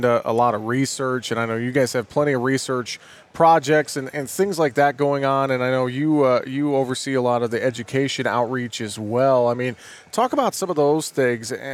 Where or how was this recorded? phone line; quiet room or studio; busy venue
busy venue